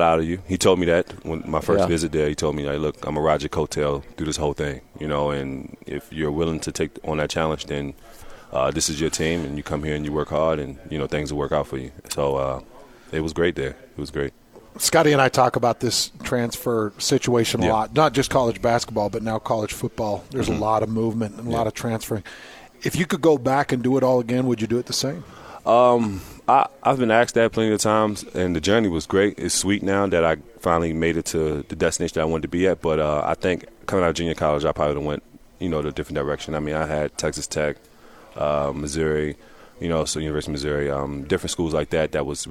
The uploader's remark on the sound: Live from Utah Jazz Media Day.